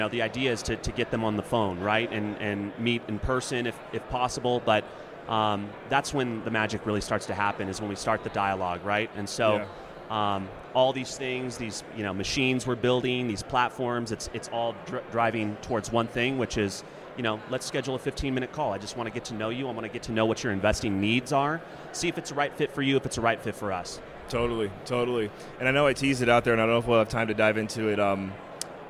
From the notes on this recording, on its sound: at the Best Ever Real Estate Conference (BEC)